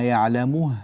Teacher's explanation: لابد من الإتيان بضمة الميم كاملة واضحة، ولا نقول يعلم مو مه، لا، يعلم مو مه هكذا.